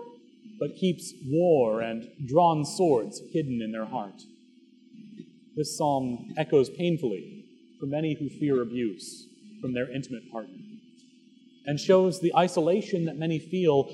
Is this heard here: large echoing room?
yes